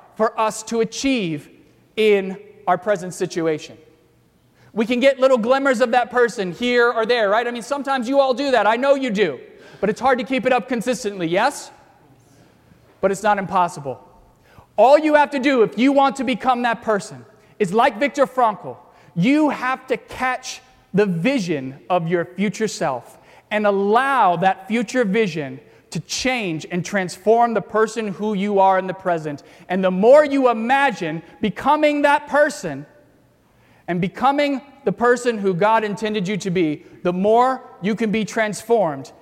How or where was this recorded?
large echoing room